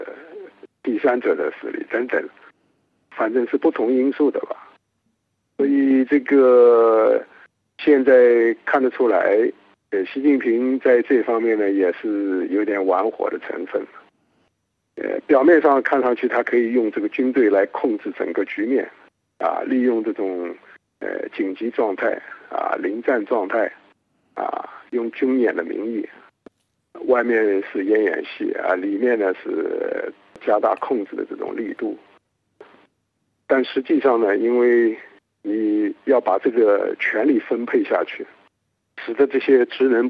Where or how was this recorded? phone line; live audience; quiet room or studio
phone line